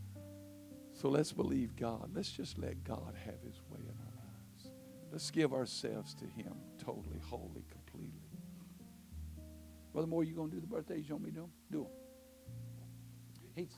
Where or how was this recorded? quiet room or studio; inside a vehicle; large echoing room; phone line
large echoing room